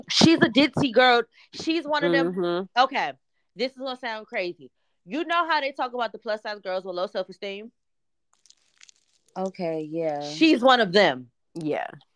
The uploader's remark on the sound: Audio issues arose